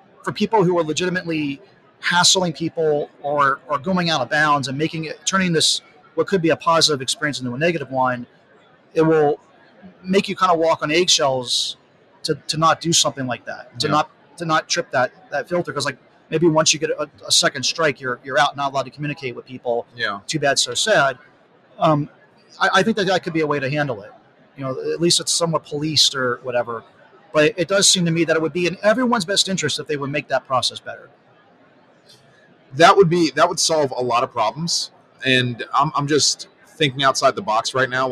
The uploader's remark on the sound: Live at Prosper 2022